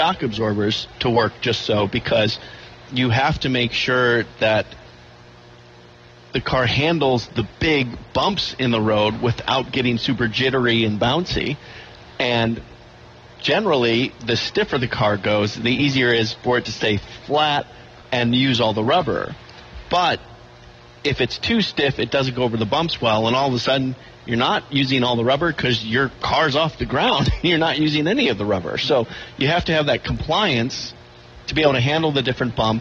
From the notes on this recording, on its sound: LIVE FROM DETROIT GP